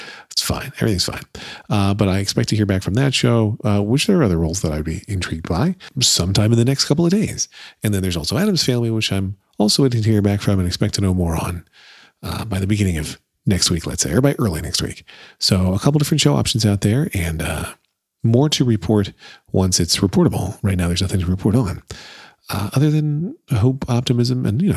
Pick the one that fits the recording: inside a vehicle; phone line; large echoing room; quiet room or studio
quiet room or studio